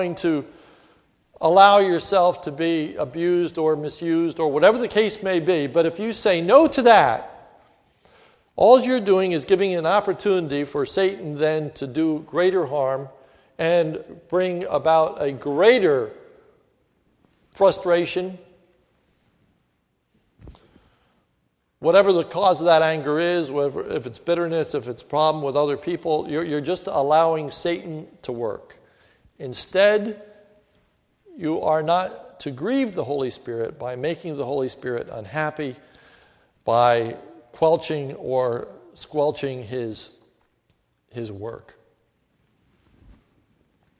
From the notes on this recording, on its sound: This is a sermon recorded at the Lebanon Bible Fellowship Church, in Lebanon, PA, on 12/31/2014 during the New Year’s Eve service